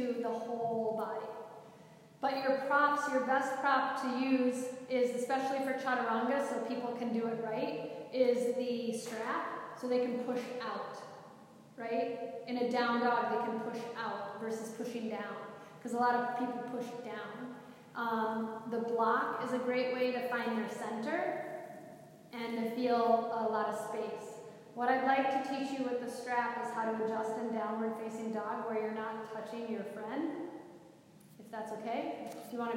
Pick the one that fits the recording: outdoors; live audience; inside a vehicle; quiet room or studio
live audience